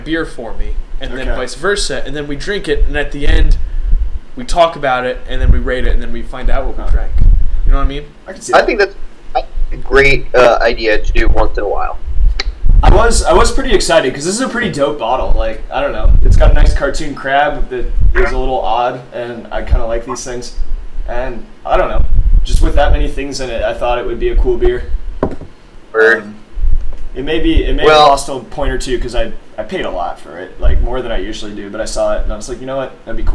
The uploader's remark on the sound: we recorded in a windstorm apparently.